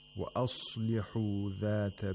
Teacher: Fattaqullaha wa aslihu dhata baynikum. The sod of aslihu has to be pronounced with the second lowest degree of tafkhim. The second level of tafkhim.